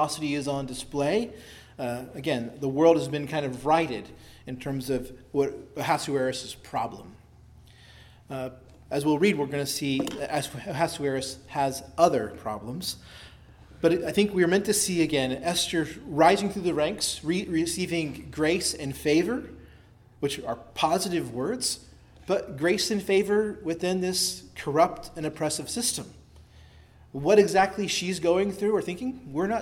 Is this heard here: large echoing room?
yes